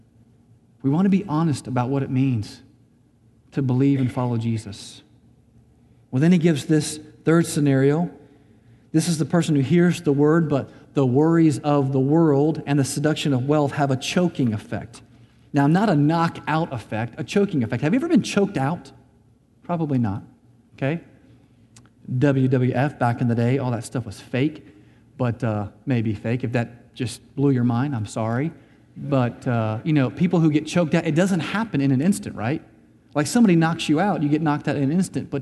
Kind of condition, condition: setting, large echoing room